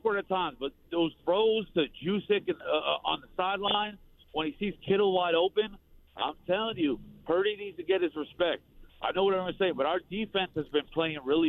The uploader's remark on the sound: They take more of your calls.